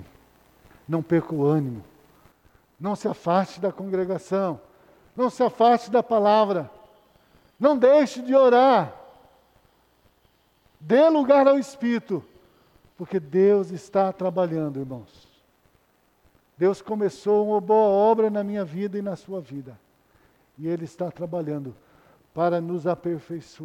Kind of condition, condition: setting, large echoing room